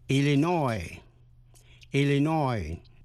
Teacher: Nhấn mạnh vần cuối.